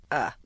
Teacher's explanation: Next, slightly more relaxed is I, then uh, and the deepest and most relaxed is the neutral schwa